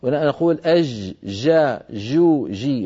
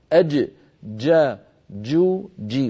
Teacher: أن صوت الجيم شديد، الجيم الفصيحة يعني شديد بمعنى محبوسة الصوت · Shown in: second take